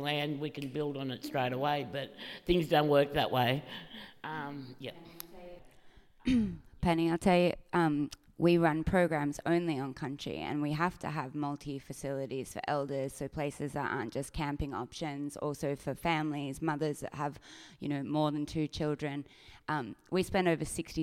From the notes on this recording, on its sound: This is a recording of a panel discussion as part of the Flow events program.